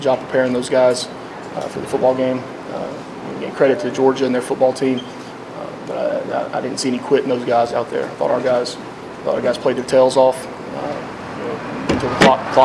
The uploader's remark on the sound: postgame press conference